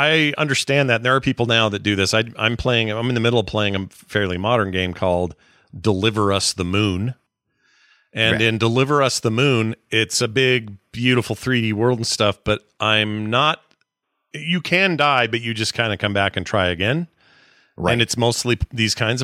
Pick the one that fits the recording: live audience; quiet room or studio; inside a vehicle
quiet room or studio